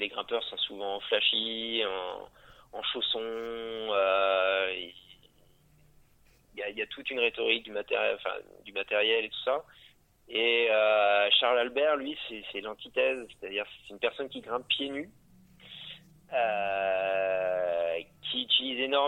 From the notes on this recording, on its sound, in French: Interview téléphonique